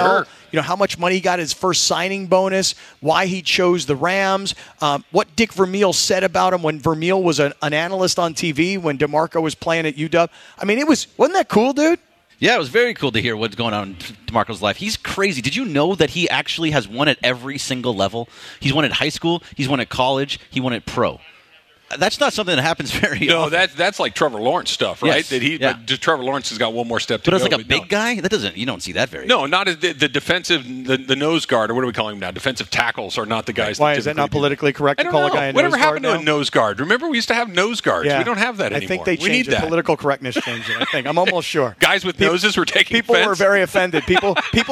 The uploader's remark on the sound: live from Hollywood Park Casino